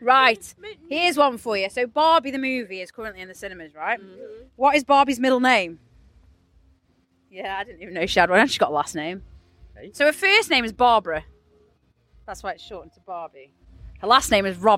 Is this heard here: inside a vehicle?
yes